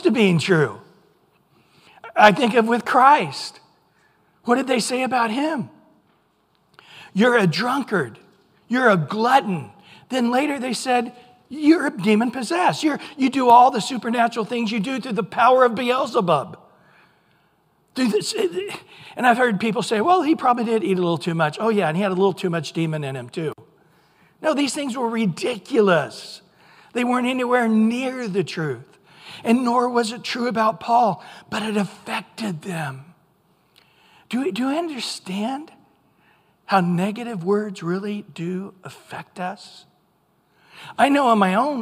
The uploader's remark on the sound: Recorded at Calvary Chapel of Los Alamitos